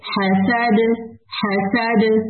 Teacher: جب ہم رک گئے نا تو دال پہ ہو گیا سکون جب دال سکون کے ساتھ ہے تو ہمیں کیا کرنا ہے قلقلہ کرنا ہے